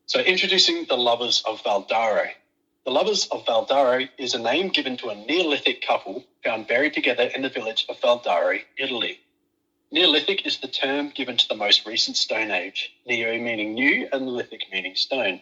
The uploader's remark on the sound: PS: Apologies for some of the audio quality. Due to being in isolation, I have had to record via phone call!